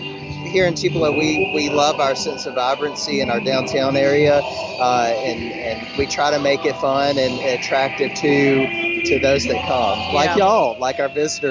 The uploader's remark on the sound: Today we’re On The Road live from the 25th Annual Tupelo Elvis Festival at Cadence Bank Arena in Downtown Tupelo!